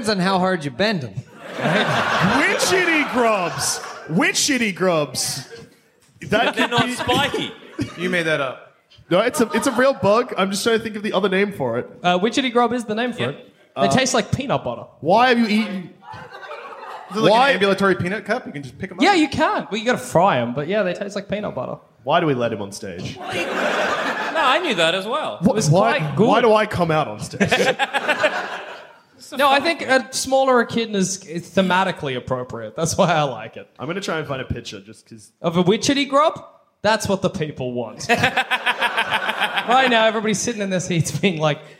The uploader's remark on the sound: Recorded live from Sydney.